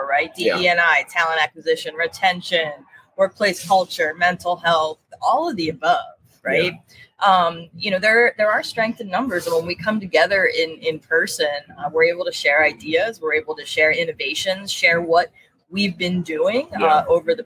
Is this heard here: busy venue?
yes